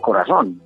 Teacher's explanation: no hacemos una diferenciación entre la S, la Z y la C, sino que la pronunciamos igual · Term: ceseo